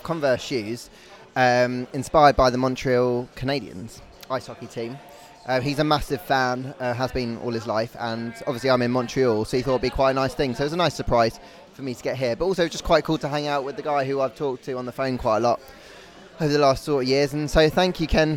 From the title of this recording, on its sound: Live and unfiltered from a bar in Montreal